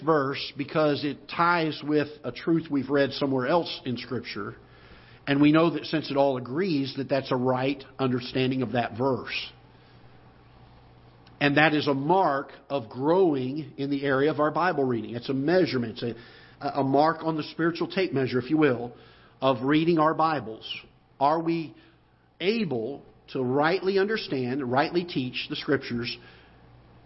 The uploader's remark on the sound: Ketha Heights Baptist Church ~ Live Broadcast